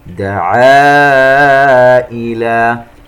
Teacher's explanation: مد منفصل يمد بمقدار 4 حركات . نجد أن الألف في كلمة والهمزة في كلمة أخرى منفصلة